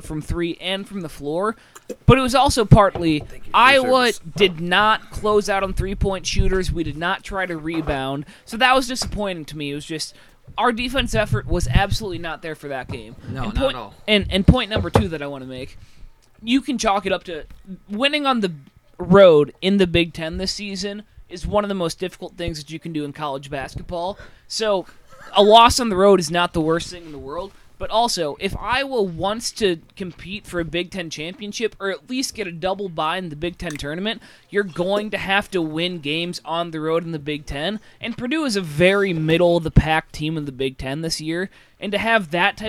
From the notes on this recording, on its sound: We have another live recording during the Iowa/Nebraska game.